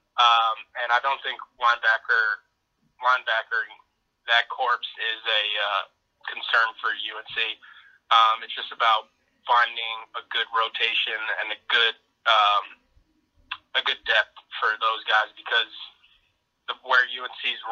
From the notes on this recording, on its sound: Called in to talk about the happenings so far in spring practice.